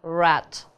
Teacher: У нас язычок загибается колечком и получается звук р. Буковка называется R, звук р.